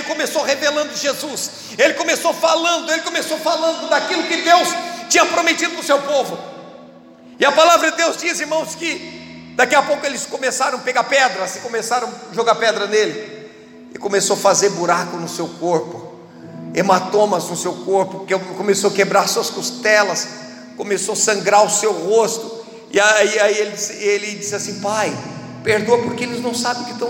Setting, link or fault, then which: setting, large echoing room